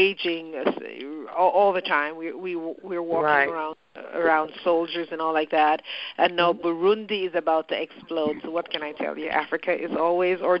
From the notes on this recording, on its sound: Footprints Foundation Global Educator Conference Call.